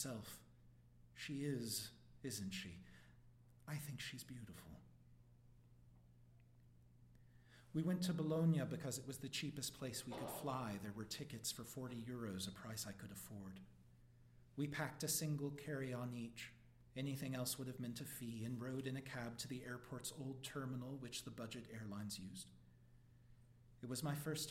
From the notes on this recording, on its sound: 2019 Writers' Block Festival.